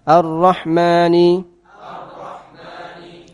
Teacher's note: Itu takrir, sifat ya, suaranya terulang ya.